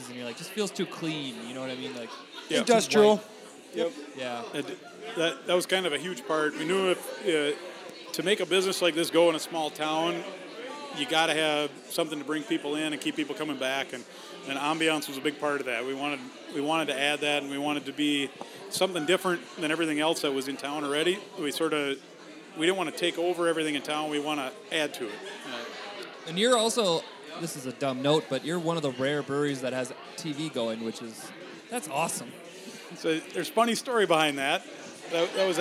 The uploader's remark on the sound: Live At Sleepy Eye Brewing